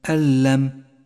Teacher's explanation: النون الساكنة وبعدها حرف اللام، تسقط النون من اللفظ ولذلك هي رمادية وتشدد اللام التي بعدها · Term: الإدغام بلا غنة